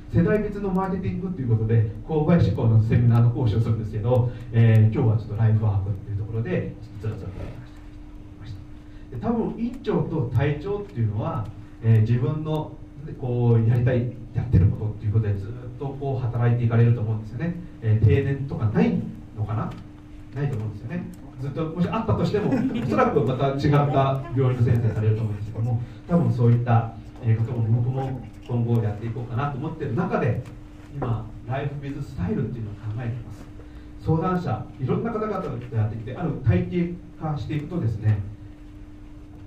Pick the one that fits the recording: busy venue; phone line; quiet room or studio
busy venue